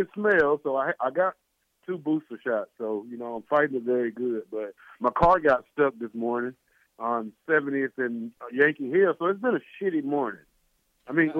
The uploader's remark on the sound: LIVE call